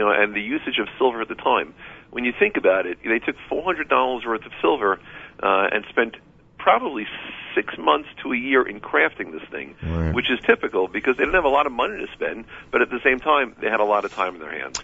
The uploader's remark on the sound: live via telephone